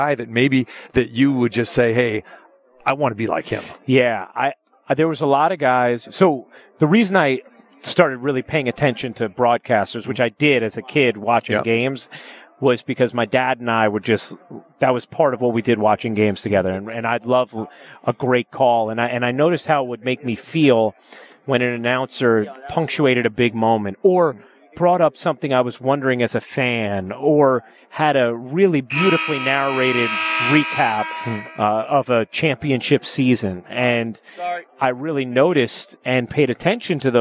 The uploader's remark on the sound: Live from Brooklyn at the Barclays Center